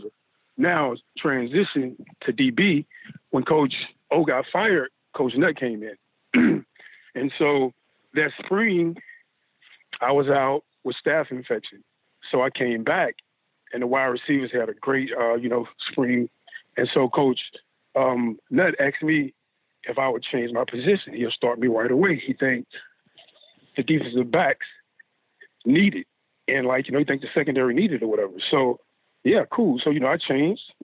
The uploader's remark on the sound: joined on the Modern Woodmen phone line (33:42)